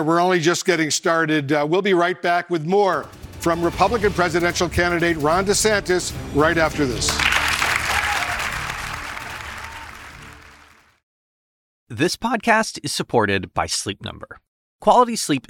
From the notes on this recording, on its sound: takes questions from audience members at a CNN town hall